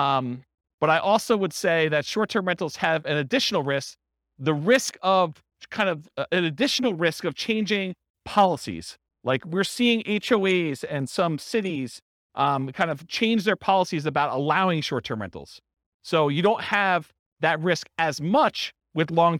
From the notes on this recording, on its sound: This was a live class recorded